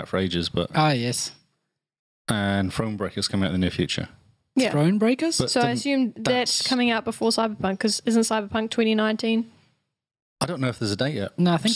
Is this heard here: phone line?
no